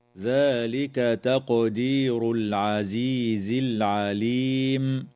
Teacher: تقلقل القاف في كلمة تقدير، وتظهر لام التعريف في قوله تعالى: العزيز العليم